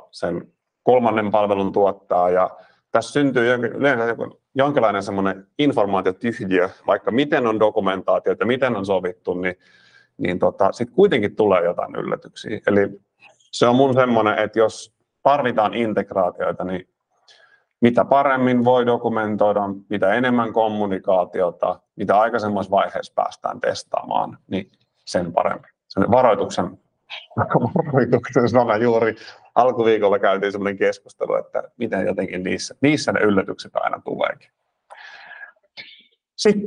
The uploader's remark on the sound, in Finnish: Tämä on äänitallenne Lianan webinaarista.